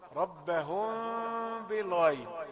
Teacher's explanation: فجاءت الميم غير مضغوطة المخرج · Term: الاخفاء الشفوي